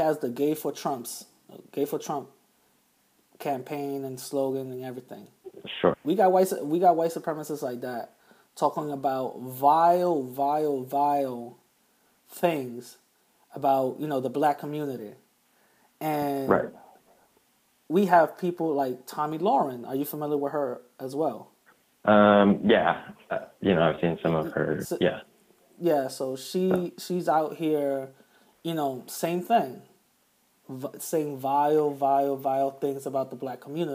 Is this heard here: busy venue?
no